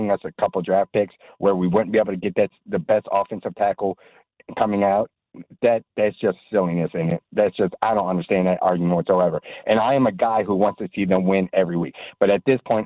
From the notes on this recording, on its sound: Taking your calls. Right to the phone lines.